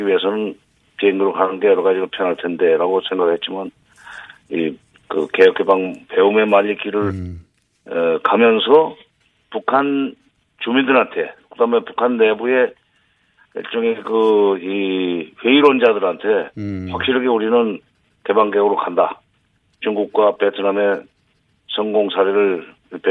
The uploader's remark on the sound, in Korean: 전화연결